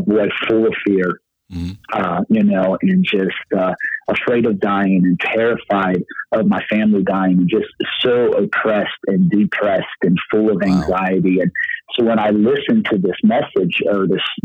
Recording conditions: phone line